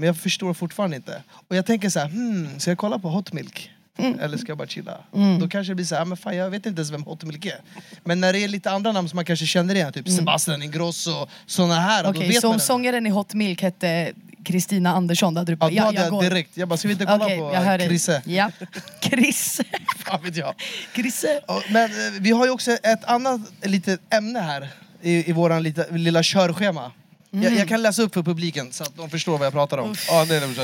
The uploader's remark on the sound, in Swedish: LIVE FRÅN LOLLAPALOOZA! Inspelad från Coke Studio på Lollapalooza Stockholm.